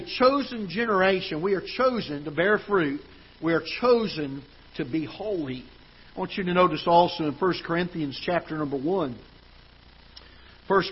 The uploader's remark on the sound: Ketha Heights Baptist Church ~ Live Broadcast